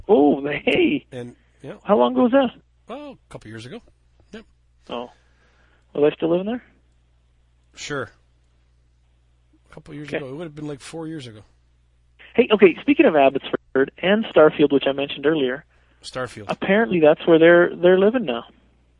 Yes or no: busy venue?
no